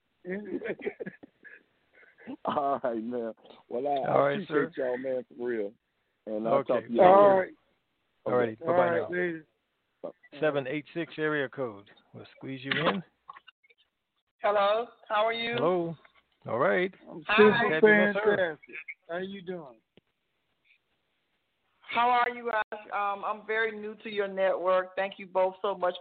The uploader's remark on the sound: Conference Call